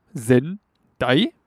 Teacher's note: Aber in Hiragana schreibt man Sendai, aber mit vier Zeichen, nämlich für Se, N, Da und I. Das heißt, die eine Silbe Sen von Sendai, die besteht aus zwei Moren, Se und N. Und zwei Moren heißt, dass man eben dafür dann auch zwei Hiragana-Zeichen braucht.